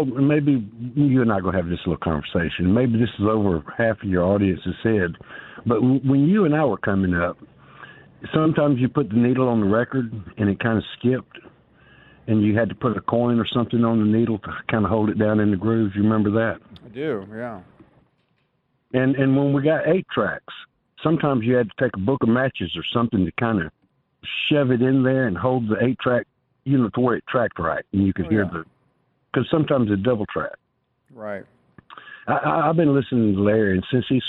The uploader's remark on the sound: we continue with more of your phone calls